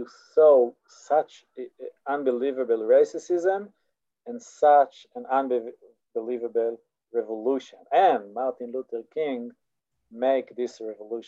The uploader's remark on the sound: This audio was originally captured from Zoom